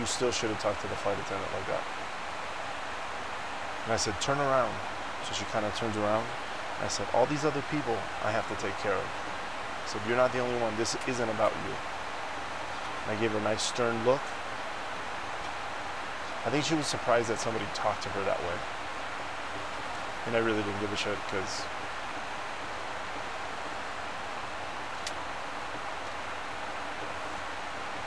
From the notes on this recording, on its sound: This week I recorded the episode on a PLANE! I few times I had to stop because passengers would ask for something or just look at me. Forgive the noise of the plane.